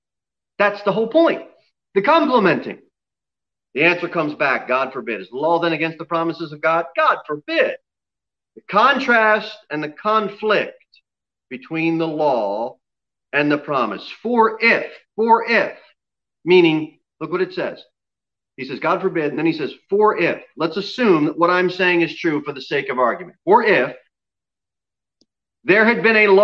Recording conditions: large echoing room